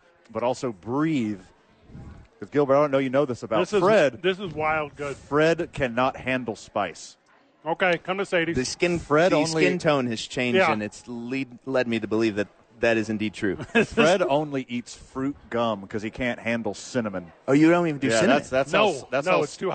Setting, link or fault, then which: setting, busy venue